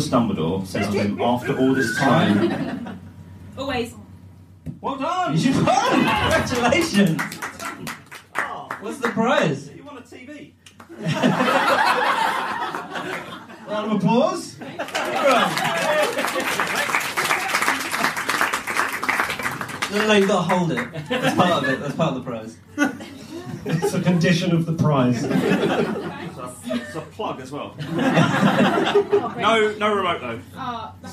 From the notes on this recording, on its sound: The REST of the live show from a few weeks ago.